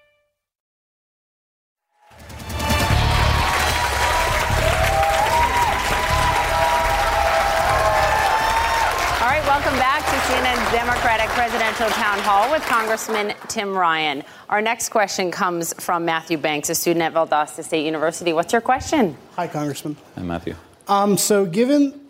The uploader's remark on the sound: Answers questions during a live town hall. In Atlanta, Georgia.